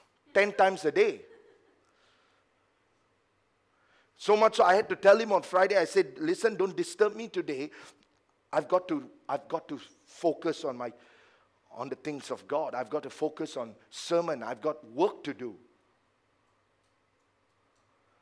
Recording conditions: large echoing room